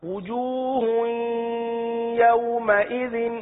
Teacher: اس ہا کو یا کے ساتھ اس طرح مدغم کر لیجئے کہ غنے کی آواز آئے